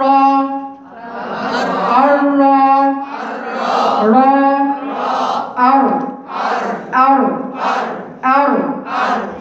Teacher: فاللي بيحصل ايه، الهواء مش عارف يروح فين، فيزق الراس وبعدين يرجع فيه تاني هواء، فيزقها تاني وبعدين يرجع، فيزقها تالت، فيحصل تكرير